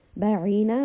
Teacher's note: بَعِينَ، we are ending on, we have the letter عَيْن، so we are saying this from the throat, slight constriction